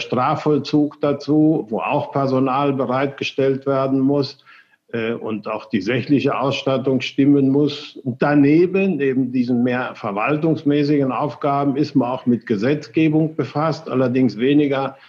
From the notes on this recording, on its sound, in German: das Interview über Zoom geführt